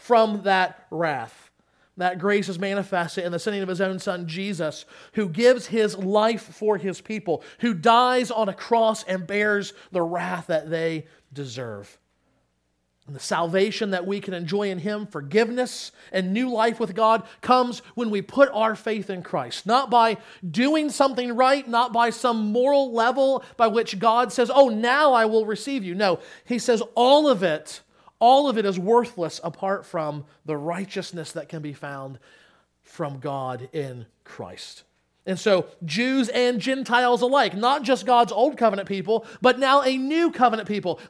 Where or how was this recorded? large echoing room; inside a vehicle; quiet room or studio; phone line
large echoing room